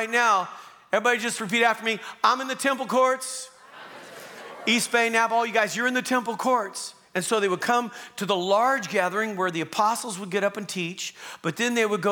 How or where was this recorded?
live audience